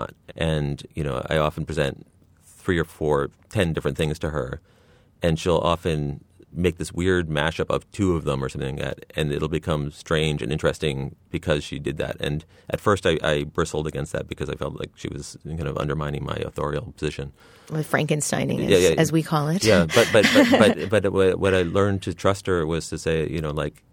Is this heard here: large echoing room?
no